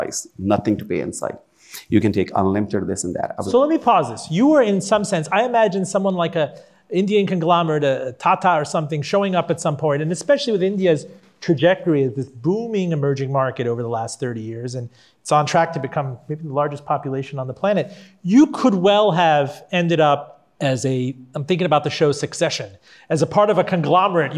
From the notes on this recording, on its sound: Recorded before a live audience at the University of Richmond's Robins School.